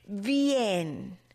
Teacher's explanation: Oh, la I y la E, vocales débiles, están formando un solo sonido. · Term: diptongo